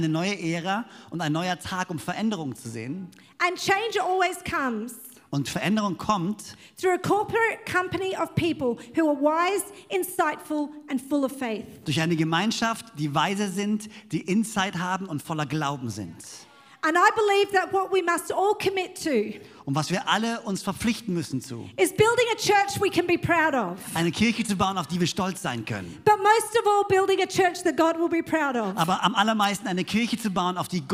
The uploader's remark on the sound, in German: Bei uns in Konstanz. Predigt aus dem 12Uhr Gottesdienst.